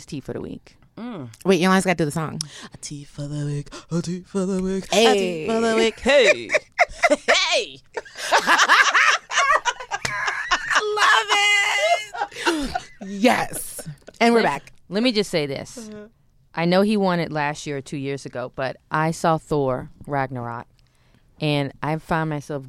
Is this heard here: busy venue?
no